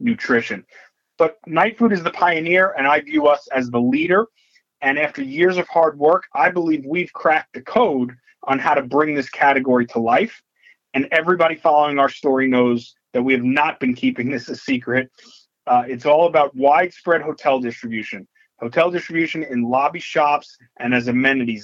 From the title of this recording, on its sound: Nightfood March 2023 Conference Call